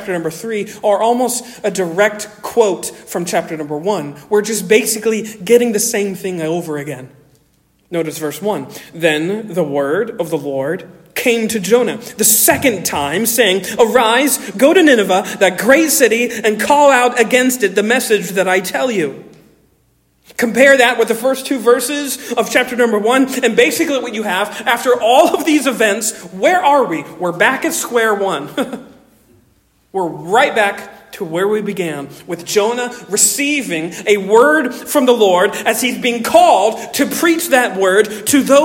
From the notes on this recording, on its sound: Originally delivered on 10 September 2023 at Stonington Baptist Church, Paxinos, PA. Originally delivered on 10 September 2023 at Stonington Baptist Church, Paxinos, PA.